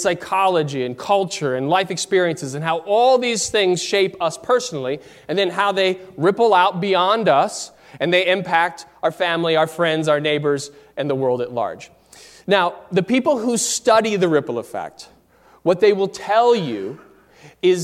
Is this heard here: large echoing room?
yes